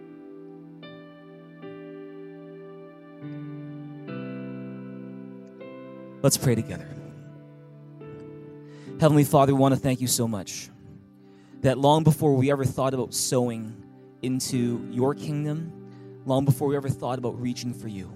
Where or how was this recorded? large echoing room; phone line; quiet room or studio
large echoing room